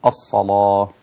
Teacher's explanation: اللام هنا تكون مغلظة